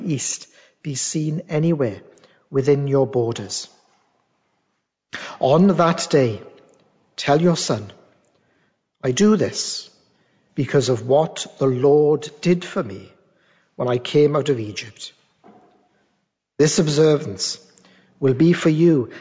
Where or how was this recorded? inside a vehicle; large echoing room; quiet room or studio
large echoing room